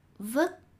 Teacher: words with t at the end are pronounced like with a g